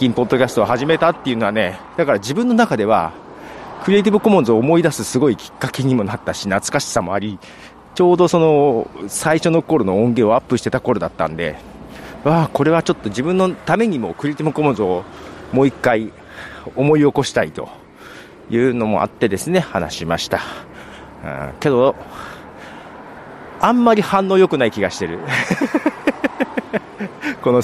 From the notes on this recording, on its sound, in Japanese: 歩きながら収録しています。